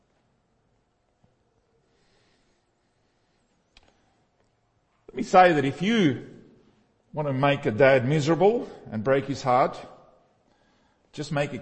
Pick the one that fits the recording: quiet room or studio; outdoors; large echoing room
large echoing room